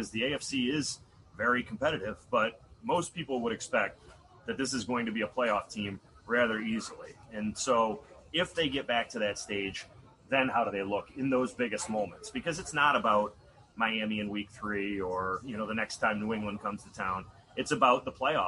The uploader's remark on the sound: Live from Genesee Brewery. Live from majestic Genesee Brewery in downtown Rochester -- following Day 2 of Bills training camp.